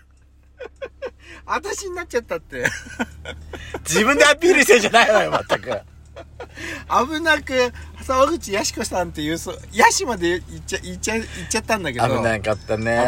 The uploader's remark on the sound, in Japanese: パーキング収録